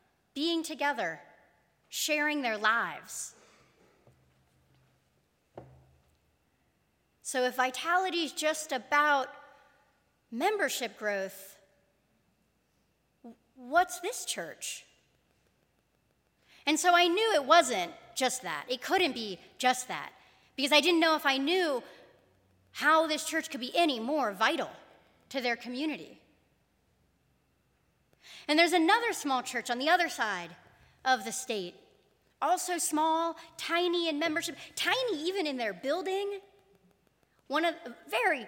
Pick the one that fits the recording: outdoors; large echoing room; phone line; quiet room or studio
large echoing room